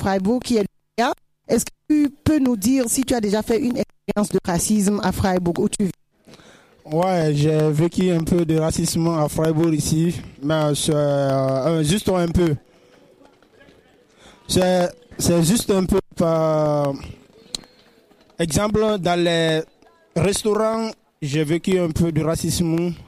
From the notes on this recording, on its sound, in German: Our Voice live vom Kartoffelmarkt! Live von den Containern haben wir auch mit Besuchern und Besucherinnen gesprochen.